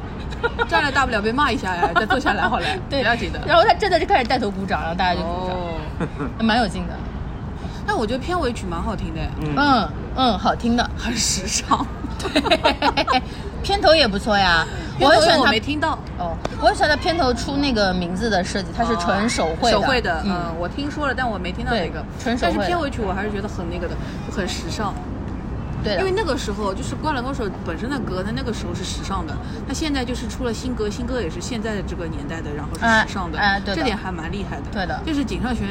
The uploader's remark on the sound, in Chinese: 本次录制花费：茶餐厅 128元